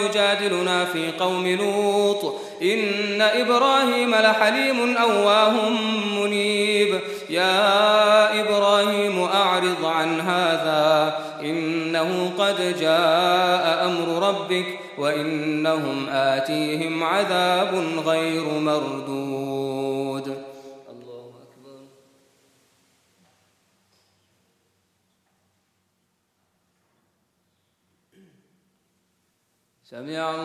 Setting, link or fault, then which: setting, large echoing room